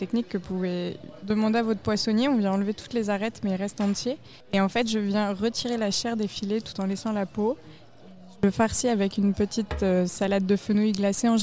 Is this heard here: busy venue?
yes